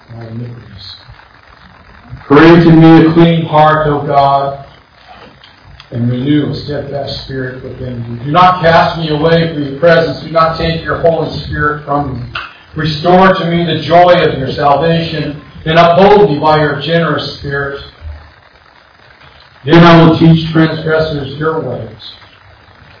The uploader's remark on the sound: Once again, I apologize for the bad audio quality.